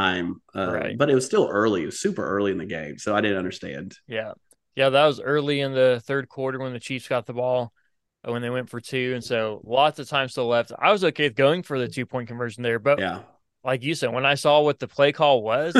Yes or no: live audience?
no